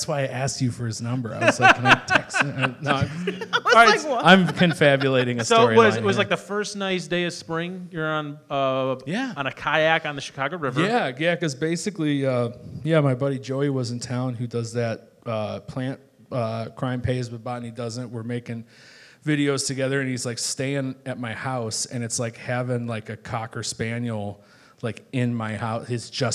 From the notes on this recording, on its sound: Live at The Whistler